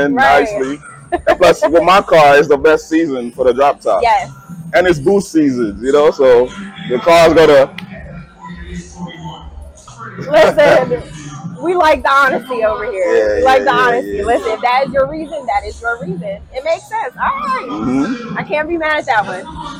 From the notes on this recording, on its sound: Live from the Nexgen Car Show in Poughkeepsie, NY on 9/3/23!